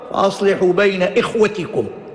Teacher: وقرئ إخوتكم بكسر الهمزة وسكون الخاء وفتح الواو وبعدها تاء مكسورة